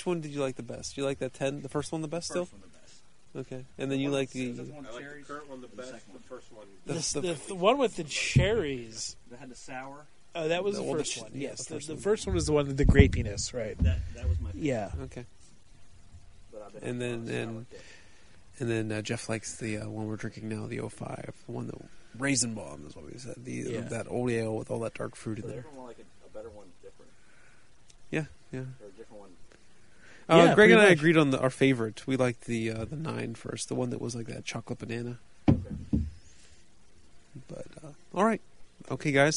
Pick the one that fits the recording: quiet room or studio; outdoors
outdoors